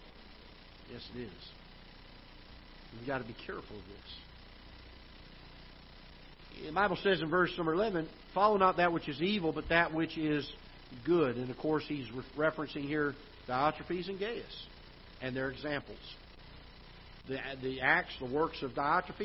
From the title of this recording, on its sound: Ketha Heights Baptist Church ~ Live Broadcast